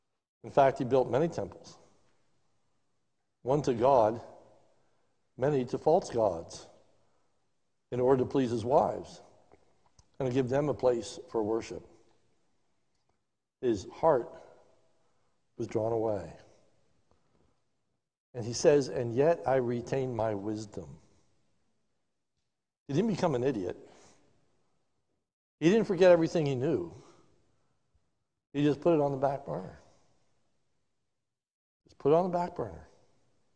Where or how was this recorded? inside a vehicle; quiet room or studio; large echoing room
large echoing room